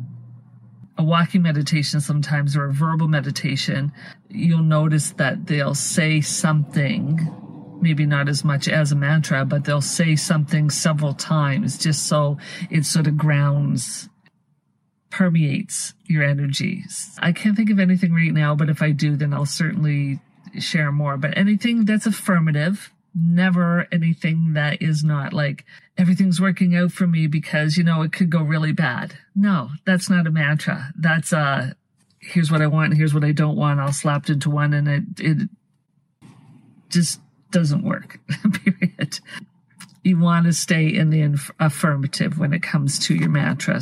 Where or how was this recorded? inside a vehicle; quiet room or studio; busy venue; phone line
inside a vehicle